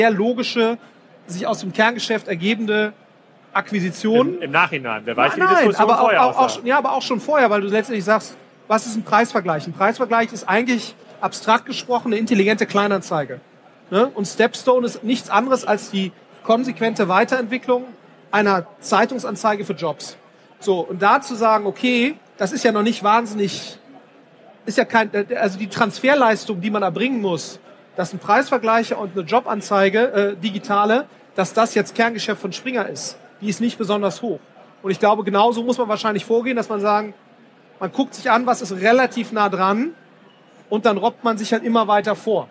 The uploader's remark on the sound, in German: Auf dem #OMR Festival in Hamburg